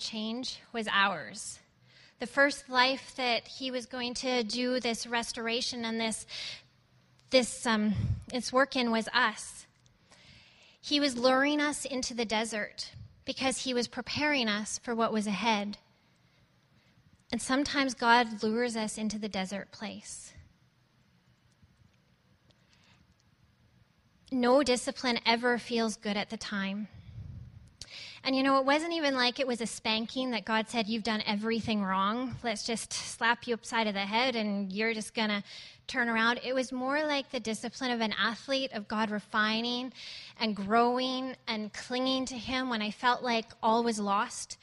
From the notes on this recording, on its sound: at Resurgence Edmonton on May 31, 2014